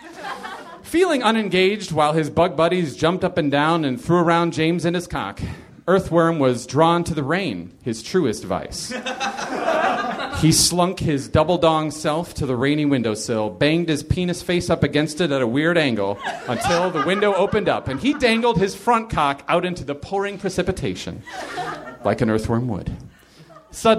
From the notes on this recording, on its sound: Live from the Nerdmelt Theater in LA